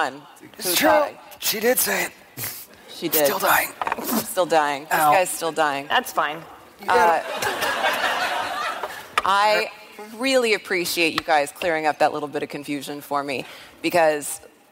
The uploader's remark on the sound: special episode live from PAX East 2019